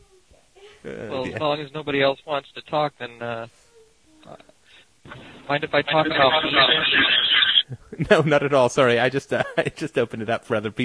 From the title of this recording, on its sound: Call In Show